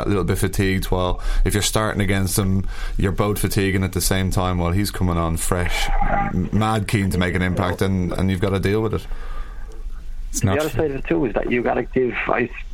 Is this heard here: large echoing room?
no